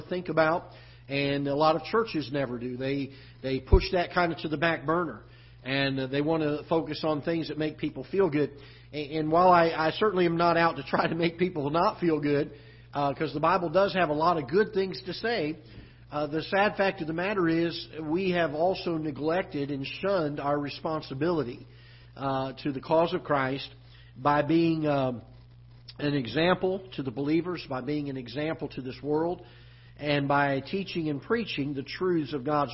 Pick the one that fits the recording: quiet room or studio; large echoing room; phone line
large echoing room